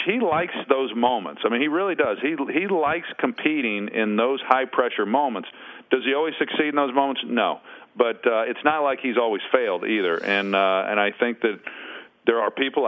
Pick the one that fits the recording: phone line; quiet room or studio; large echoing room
phone line